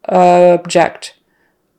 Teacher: And instead of ah, it's more of an that first syllable that is unstressed turns into like a schwa sound